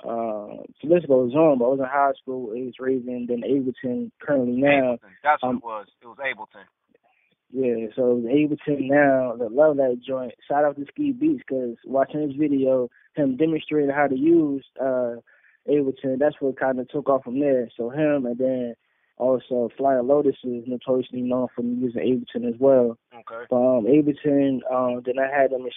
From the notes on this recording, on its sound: a call in interview